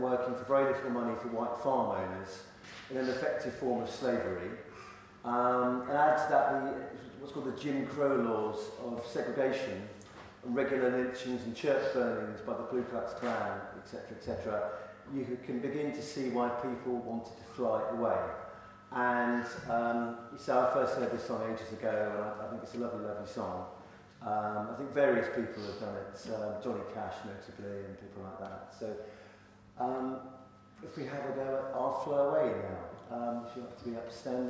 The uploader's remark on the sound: Gospel Blues service at Holy Trinity, Headington Quarry.